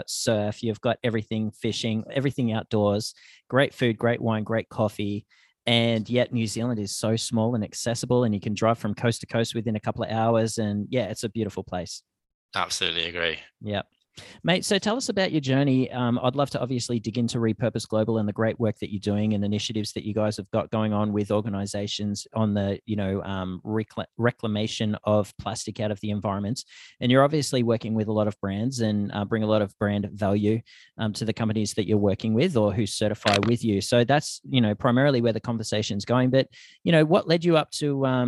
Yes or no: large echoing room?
no